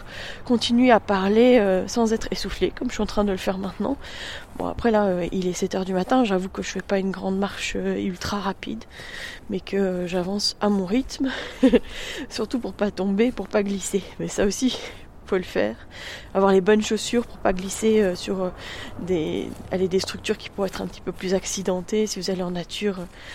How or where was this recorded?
outdoors